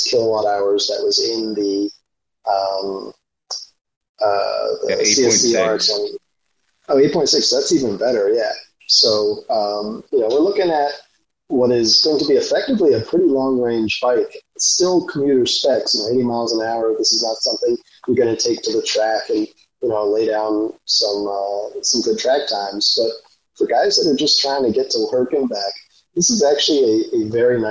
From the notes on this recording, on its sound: Apologies for the sound quality on this one.